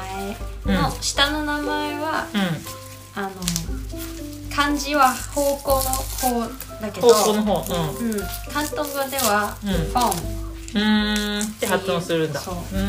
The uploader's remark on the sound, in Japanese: ニンニクの皮を剥く作業を行いながら、収録しているので、皮を剥く音も入ってます…